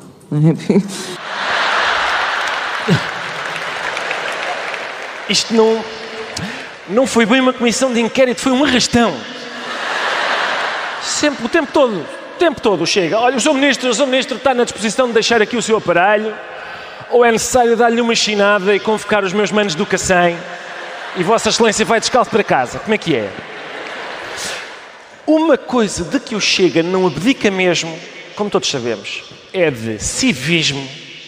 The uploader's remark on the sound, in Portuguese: ao vivo na Altice Arena